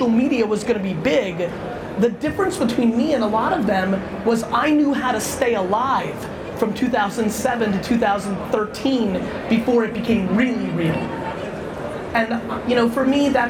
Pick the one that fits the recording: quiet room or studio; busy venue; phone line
busy venue